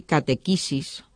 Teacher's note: la e larga se cierra en i